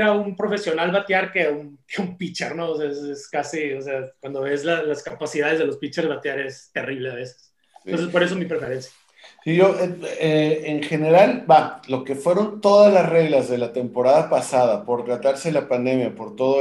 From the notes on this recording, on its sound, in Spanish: de manera virtual, obvio, vía Zoom